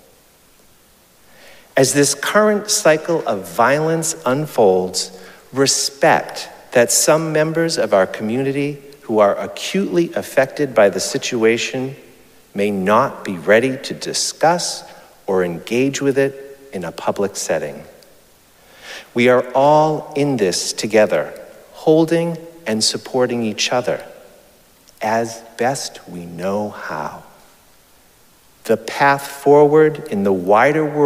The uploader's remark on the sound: Recorded live at Arlington Street Church